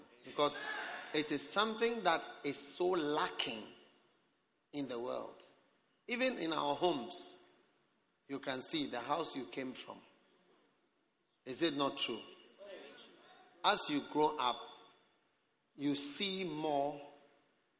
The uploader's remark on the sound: Preached at the Prophetic Encounter Service.